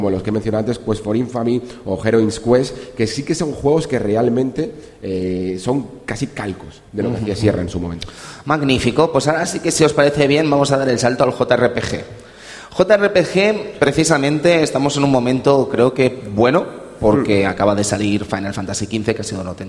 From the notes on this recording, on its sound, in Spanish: Programa grabado en directo desde RetroAlba.